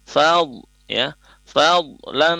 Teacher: untuk dhad sukun tidak boleh dipantulkan